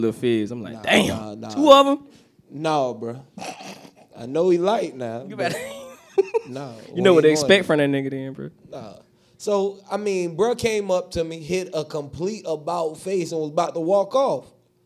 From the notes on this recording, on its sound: RAOP 5TH ANNIVERSARY LIVE PODCAST. We live once again at FilmGate Miami.